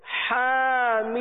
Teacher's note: میم مد لازم میں تین یا چار یا پانچ الف کھینچیں گے